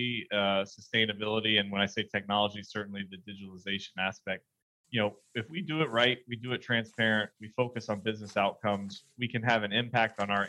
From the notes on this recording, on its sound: the highlights of a virtual conference, hosted by IIOT World